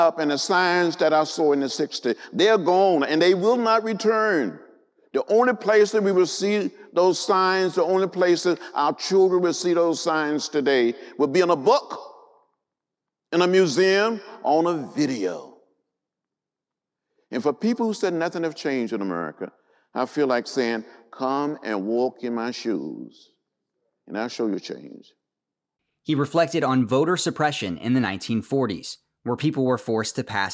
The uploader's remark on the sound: gave a lecture at the Indiana University Auditorium